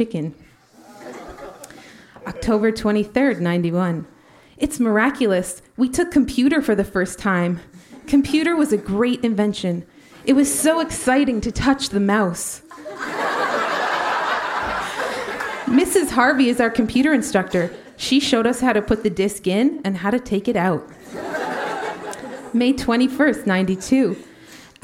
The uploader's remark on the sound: Recorded live at The Company House in Halifax, Nova Scotia.